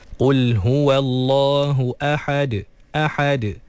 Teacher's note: Jadi jangan sampai huruf yang berbaris fathah sebelum huruf yang dimatikan ketika waqaf tu melahirkan huruf alif ataupun ya ataupun waw. Jadi ahad, kena pastikan lepas ha fathah terus matikan dalam huruf dal yang telah disukunkan kerana waqaf.